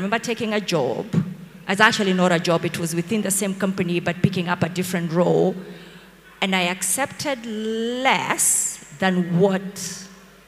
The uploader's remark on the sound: An exclusive live recording from the 1M Milestone FXPesa event. At SK8 City Nairobi.